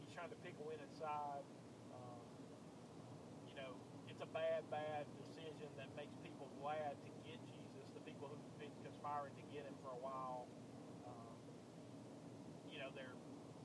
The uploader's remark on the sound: driving to Nashville